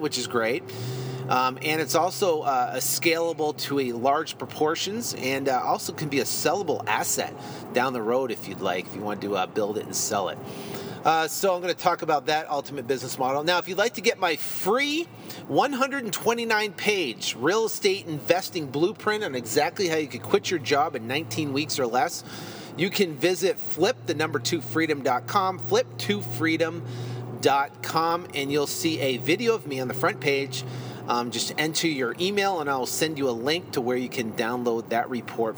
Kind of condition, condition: setting, inside a vehicle